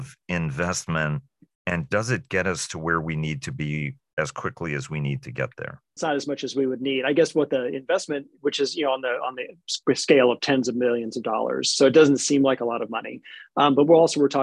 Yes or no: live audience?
no